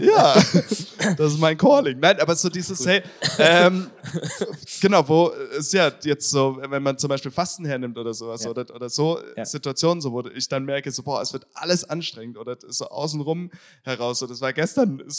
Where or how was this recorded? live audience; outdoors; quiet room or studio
live audience